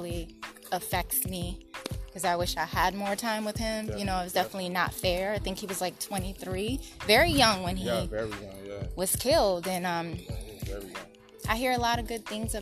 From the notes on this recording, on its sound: I wanted this podcast to be in the area where our Father lived. We took a walk around the neighborhood where our father grew up. You will hear us walking, the wind blowing, cars in the background and the sound of an ice cream truck.